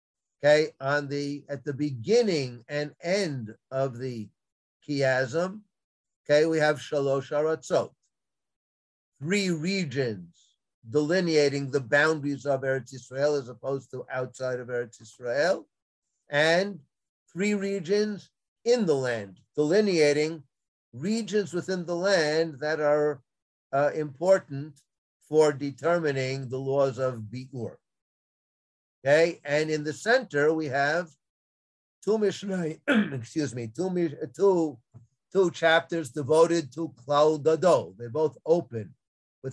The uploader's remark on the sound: This audio was originally captured from Zoom.